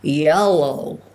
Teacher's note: the American accent is the tongue is much further back in the mouth than any English accent. And I've discovered that the word yellow, if you can put your tongue far back in your mouth, try it, you get a very American sound, yellow. · Term: very dark L